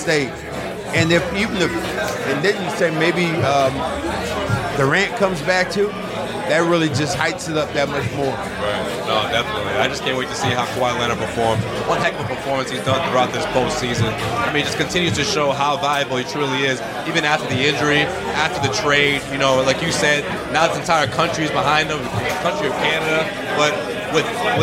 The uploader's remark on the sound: BOSTON. Podcasting, on location, from The Stanley Cup Final.